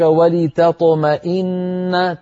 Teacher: نرقق التاء ونفخم الطاء